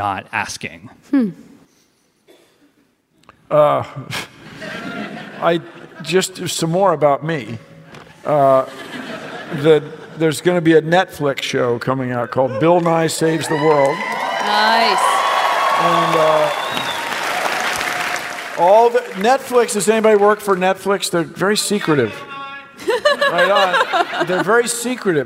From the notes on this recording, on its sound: StarTalk Live! Citizen Science from San Francisco. Recorded live at SF Sketchfest 2017.